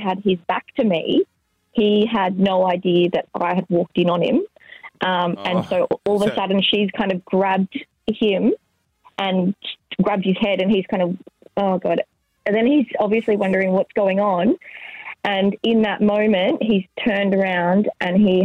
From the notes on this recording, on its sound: We had some crazy calls